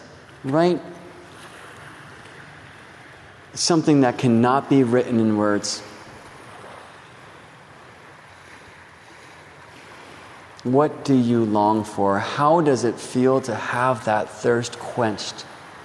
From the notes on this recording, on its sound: Part 2 of this "In Lak'ech" (I am another Yourself) StarryTelling Podcast Series required a loooong walk in the park to record.